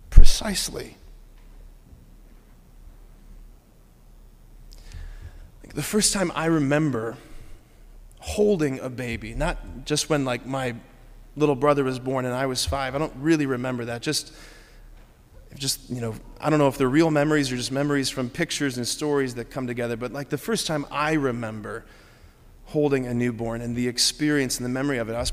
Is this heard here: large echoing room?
yes